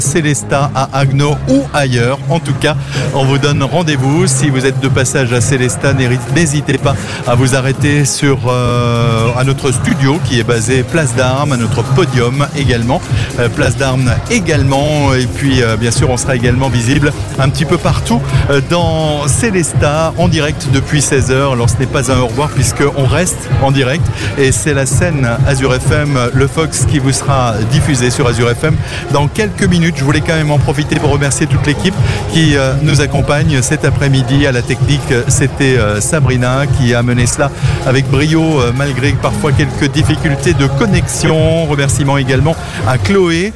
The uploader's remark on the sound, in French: Dans le cadre de la fête de la musique, ce mercredi 21 juin 2023, AZUR FM a délocalisé ses studios. En direct depuis la place d'armes (scène brasserie le fox) dans le cadre de la fête de la musique. Duplex depuis la scène du forum à Haguenau.